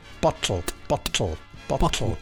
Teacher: The correct RP pronunciation of bottle is a lateral plosion when you get to the T and the L.